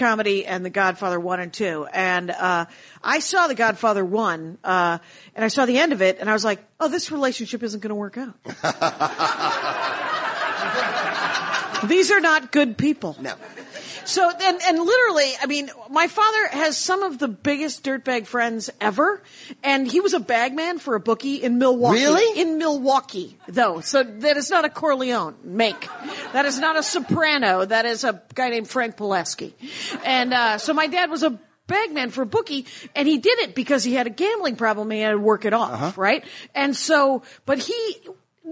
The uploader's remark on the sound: in front of an amazing crowd